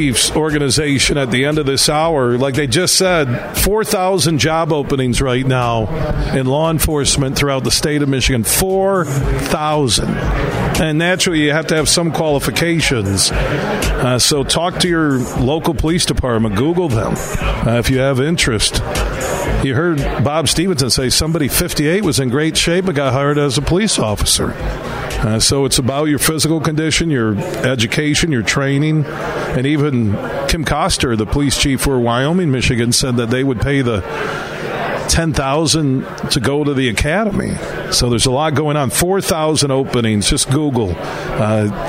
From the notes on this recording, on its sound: Today, we're broadcasting live from the Annual Michigan Association of Chiefs of Police Convention at the Amway Grand Plaza in Downtown Grand Rapids.